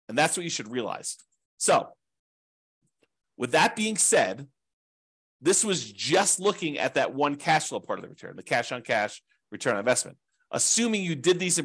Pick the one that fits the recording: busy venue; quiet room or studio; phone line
quiet room or studio